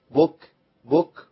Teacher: الهمس في الكاف لازم تبان، لازم النفس يمشي